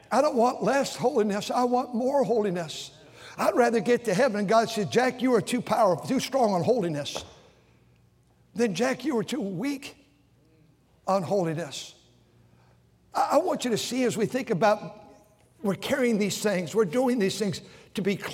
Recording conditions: large echoing room